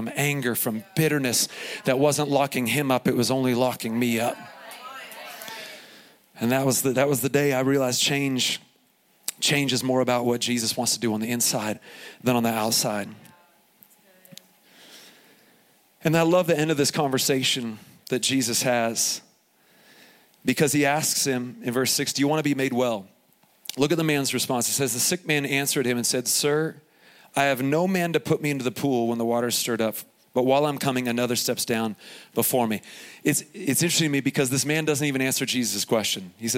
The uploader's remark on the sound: Here is a special edition of the podcast, recorded live from Summer Camp 2021 at Faith Heights.